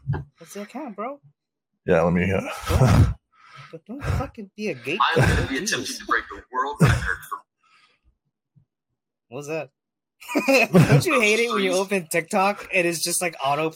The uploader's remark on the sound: we apologize for the sound quality.